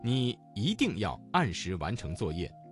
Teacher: 一定这个词当中的一在四声之前，它的读音就变成了二声。